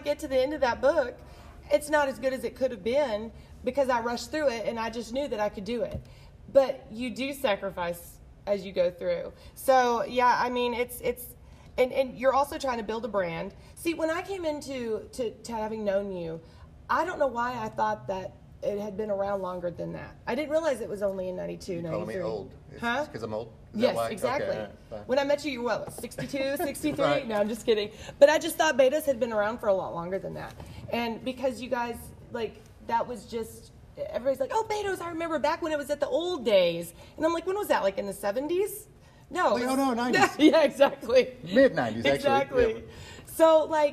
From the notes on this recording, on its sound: Betos Mexican Restaurant. Recorded at Betos.